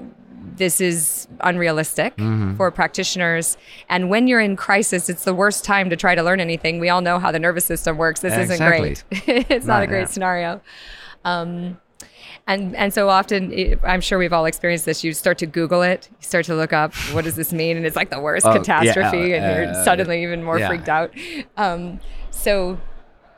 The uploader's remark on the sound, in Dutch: Deze KUKURU aflevering is opgenomen op het Biohacker Summit.